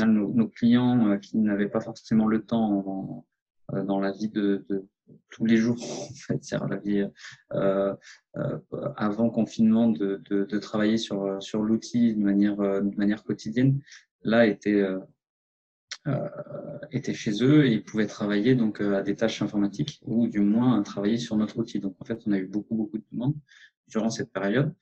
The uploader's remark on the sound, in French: Et tout cela semble contagieux par visioconférence.